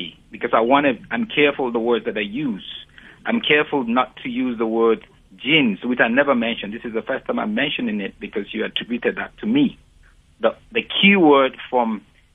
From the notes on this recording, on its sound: Guest on the phone